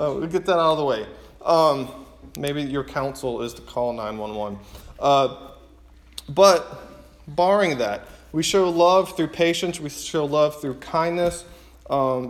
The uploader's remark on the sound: preaching at his church